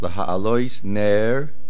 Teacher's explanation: Laha'alois Ner, slight pause, and then Tamid. Do not say Laha'alois and then Ner Tamid.